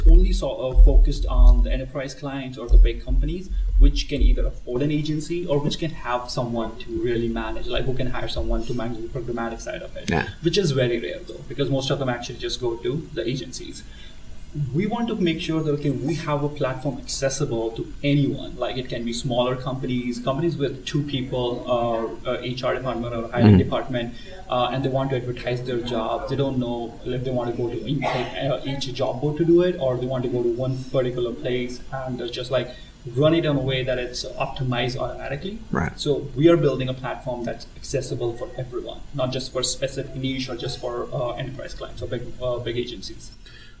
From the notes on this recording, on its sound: Live from SHRM Talent in Las Vegas